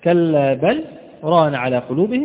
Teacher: ويستثنى في الراء بل رانا، بل رانا للسكت عند حفظ في أوجه من في وجه من الأوجه، فيستثنى من هذه القاعدة لمن يتوسط في قراءته يقرأ بالتوسط فيسكت على بل، هناك سكت